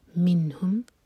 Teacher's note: نون پر سکون تو نون پر اظہار، نون کی آواز کو کلیئر پڑھیں گے